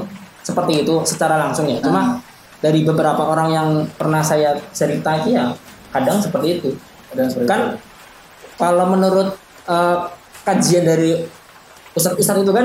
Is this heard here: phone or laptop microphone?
yes